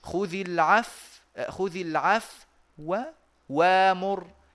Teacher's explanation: واتيت بواو بصوت منخفض وسريعه · Term: الاختلاس